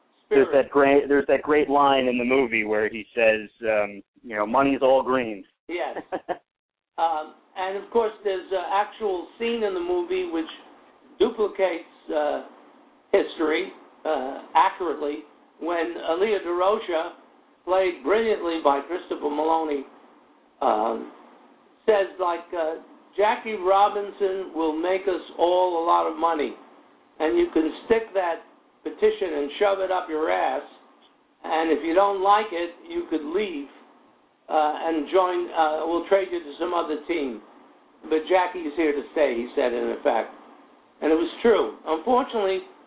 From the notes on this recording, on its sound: will call into the show